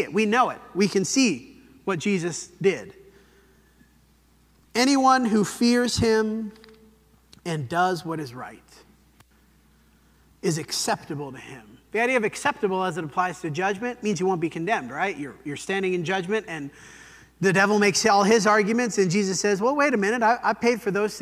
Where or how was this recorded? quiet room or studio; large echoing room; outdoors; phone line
large echoing room